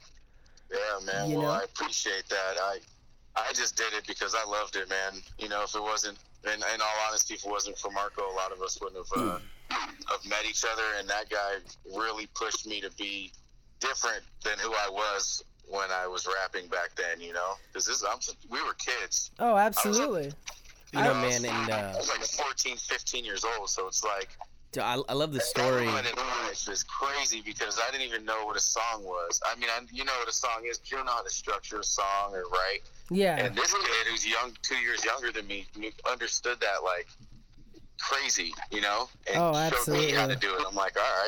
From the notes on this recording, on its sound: Our guest was not able to make it into the studio; but we were able to get a phone call